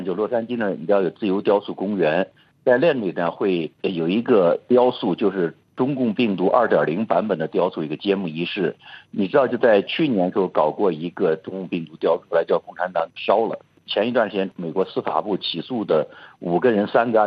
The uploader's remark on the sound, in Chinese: 现居住在美国。接受本台的电话采访。